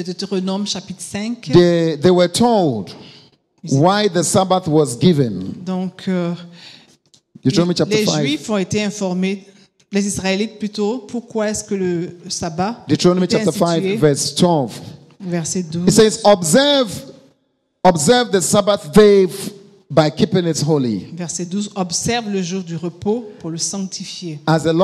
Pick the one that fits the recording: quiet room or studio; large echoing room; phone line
large echoing room